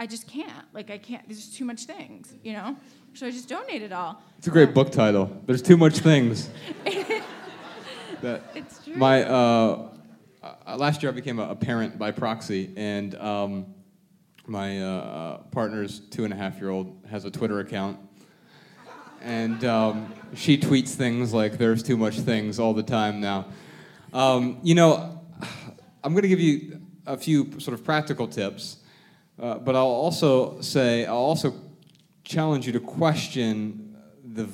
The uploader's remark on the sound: Answer questions in front of a sold-out crowd in Miami.